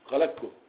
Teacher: قاف مستعليه مجهوره زائد كاف مستفله مهموسه تساوي كاف مشدده يعني تساوي كاف مهموسه مستفله مشدده.